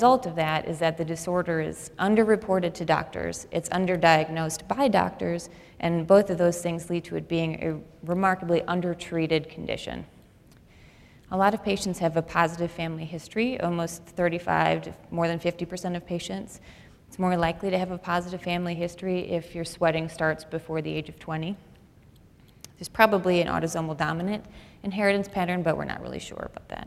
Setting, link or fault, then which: setting, live audience